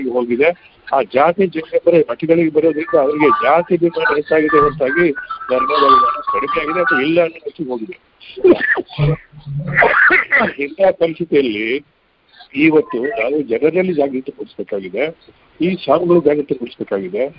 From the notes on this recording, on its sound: Jagatika Anubhava Mantapa-Conference call Meetings Inaugural Speech